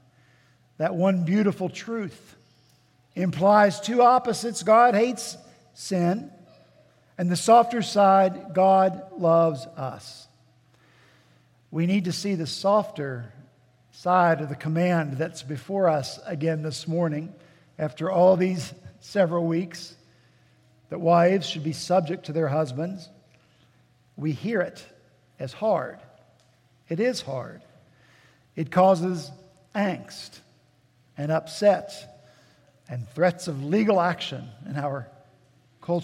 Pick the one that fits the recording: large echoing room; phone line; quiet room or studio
large echoing room